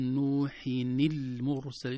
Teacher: كسرنا نون التنوين بدلا من سكونها لالتقاء الساكنين، فنقول نوحين المرسلين.